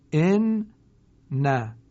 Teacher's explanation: خب به طب برای اینکه آسان‌تر بشه تلفظ کرد، حرف اول رو هضم میکنند و حرف دوم رو با استحکام و شدت بیشتری ادا میکنند. حرفی که دارای علامت تشدید هست بهش میگن حرف مشدد.